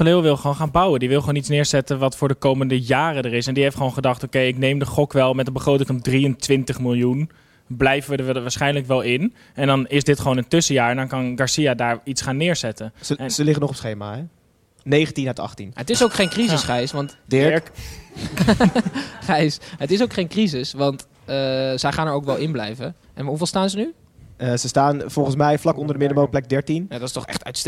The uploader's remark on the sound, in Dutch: Zitten we live in een vol stadion! (liveshow XL).